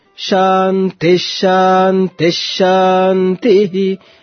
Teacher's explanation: most of the mantras end with Shanti coming downward, lower pitch, anudatta